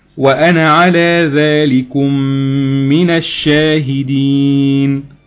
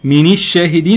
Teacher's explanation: وانا على ذلكم من الشاهدين، تمام، هنا بنحرك النون الساكنه في من الجره اللي هي من الحرف جر بالفتح · Shown in: first take · تمام. وبعض العلماء حاول يفسر هذا الموضوع في الروايه، قال لك ان صعوبه الانتقال لو احنا حركناها بالكسر من الشاهدين هتبقى في صعوبه بالانتقال بين نون كسرة النون وبين فتحة الشين، تمام؟